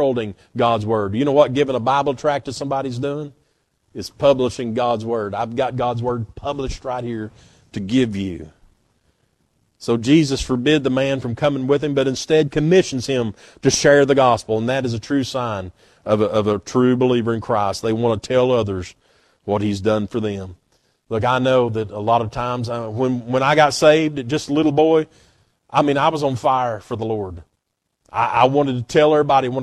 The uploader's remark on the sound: at Northside Baptist Church on Sunday morning, February 11, 2024.